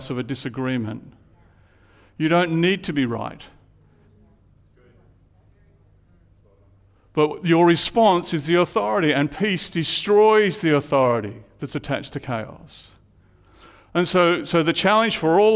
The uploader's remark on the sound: Live at Echo Church Melbourne Sunday February 11